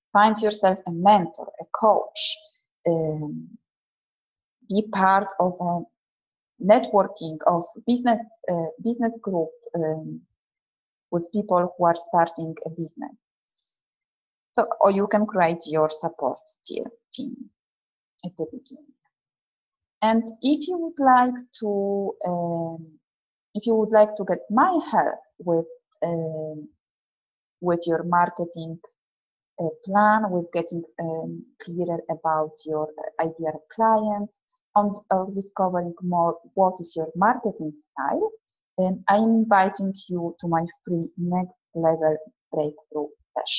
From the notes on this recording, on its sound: a recording of the webinar which I ran a couple of months ago